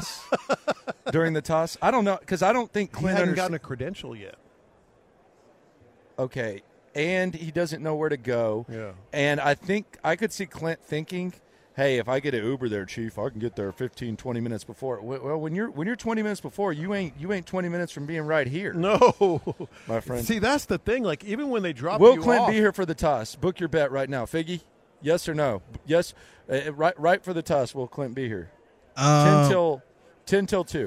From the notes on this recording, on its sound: Live At Radio Row in Las Vegas